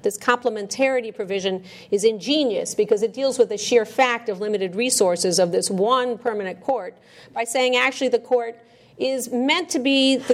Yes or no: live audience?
yes